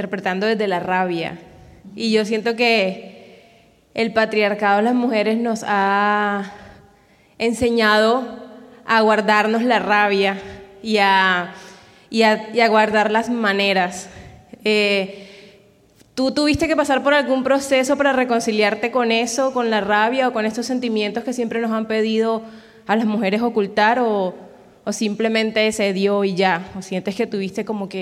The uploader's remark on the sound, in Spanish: En el Hay Festival de Cartagena. En este episodio grabado en vivo.